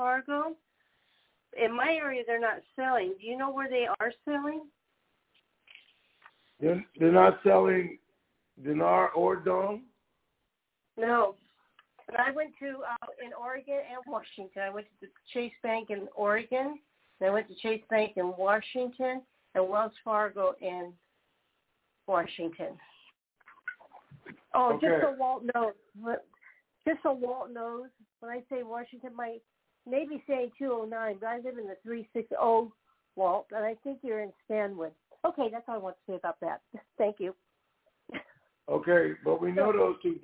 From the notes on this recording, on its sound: TNTSuperfantastic Conference Call.